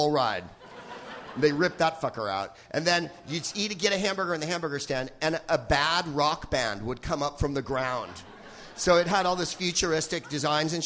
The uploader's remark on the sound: Live from Vancouver's "FanClub